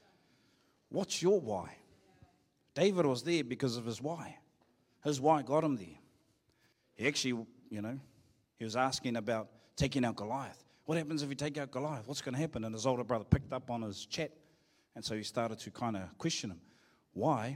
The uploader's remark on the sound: Live from IwiTapu Destiny Church Hawkes Bay